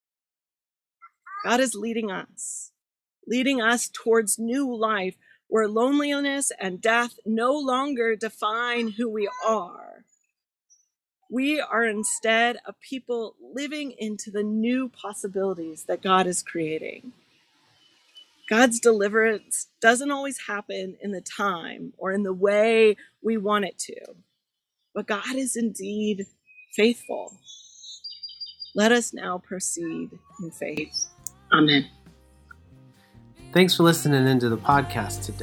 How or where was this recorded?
outdoors